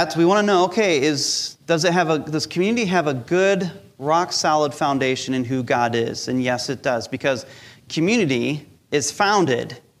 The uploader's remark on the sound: Recorded live during our Sunday Service